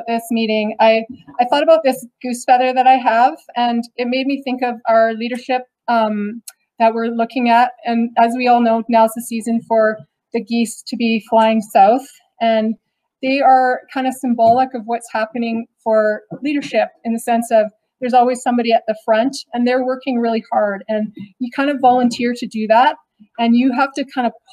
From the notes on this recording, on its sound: This is a special episode of the Thundercast featuring the full audio of the virtual all candidates forum.